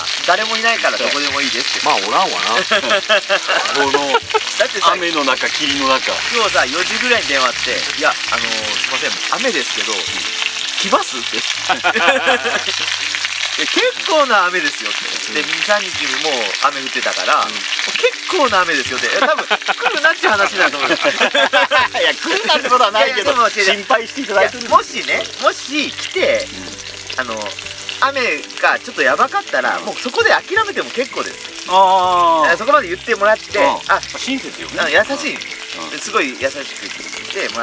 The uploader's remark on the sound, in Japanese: 雨と霧に包まれた学校跡地のキャンプ場で収録。旧小石原小学校をリノベしたキャンプ場 アクアクレタ小石原（福岡）。